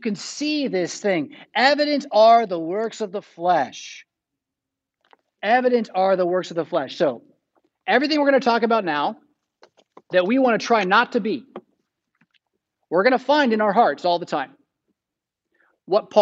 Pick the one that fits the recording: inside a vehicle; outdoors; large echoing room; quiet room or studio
large echoing room